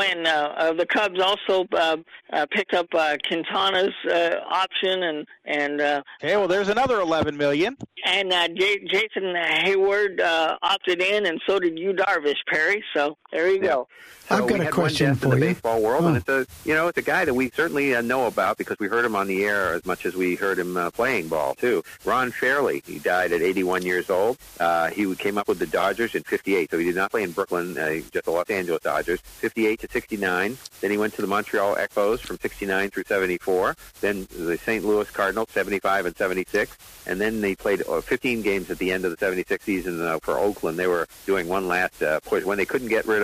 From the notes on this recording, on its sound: Take your live calls. Sports Lounge Live.